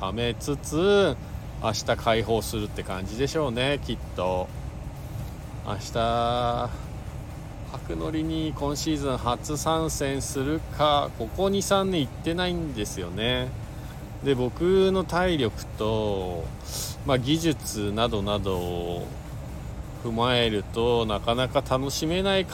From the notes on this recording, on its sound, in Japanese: 本日、白馬岩岳スキー場で滑り終了後 白馬さのさかスキー場に移動してクールダウンの２本 その後に車の中から。Stand.fm。